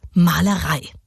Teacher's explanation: Genau umgedreht im Vergleich zum Daktylus haben wir hier zwei unbetonte Silben und dann erst die Betonung. Zum Beispiel beim Wort Malerei. · Im Anapest erfolgt die Betonung anders als beim Daktylus eben auf der letzten Silbe und davor sind zwei unbetonte. Und damit ist dieses Versmaß so ein bisschen leichtfüßiger, beschwingter im Rhythmus.